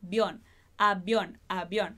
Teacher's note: a gente junta esse I com o O, fala tudo de uma vez só. Bion, avión, avión.